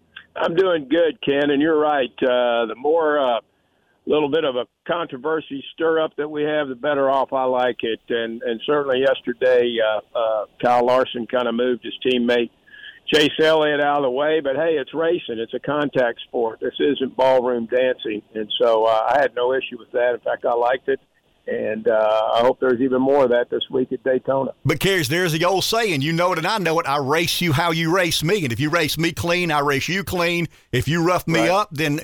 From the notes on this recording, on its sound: calls